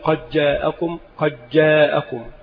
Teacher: أما إدغام المتقاربين فمثل إدغام الدال بالجيم